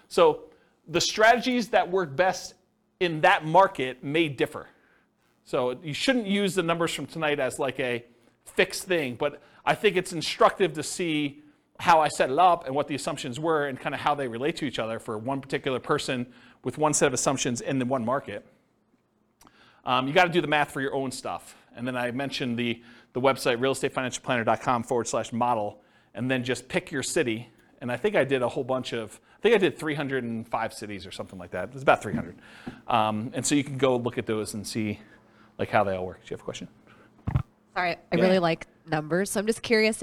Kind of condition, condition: setting, live audience